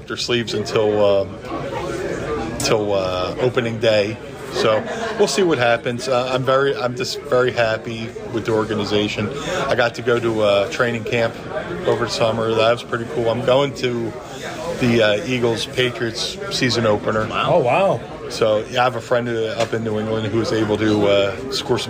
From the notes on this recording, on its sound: Live on site at Starrcast in Chicago.